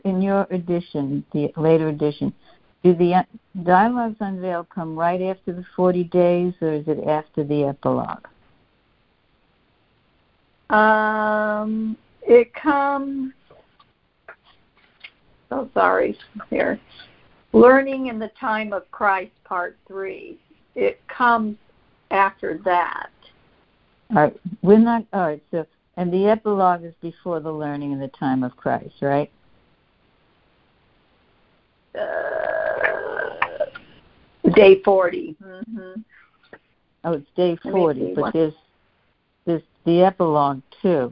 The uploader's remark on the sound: Students are joining together on a Free Conference Call.